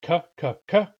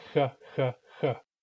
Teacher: So I'm making frication at the same position as a K, and I'm not stopping the airflow. K involves a brief moment of silence because it's a plosive, whereas ha involves continuous airflow.